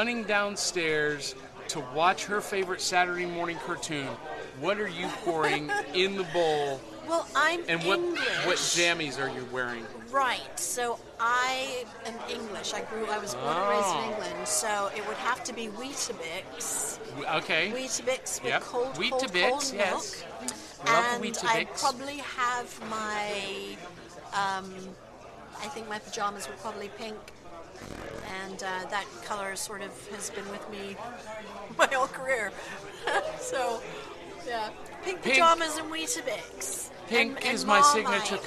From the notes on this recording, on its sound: Live from the Clarksville Anime, Comic & Toy Con.